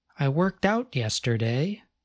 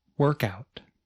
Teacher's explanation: In the statement with the phrasal verb, the speaker stressed the second word of the phrasal verb, the word out. · Shown in: first take · In the phrasal noun example, the speaker stressed the first part of the word, work.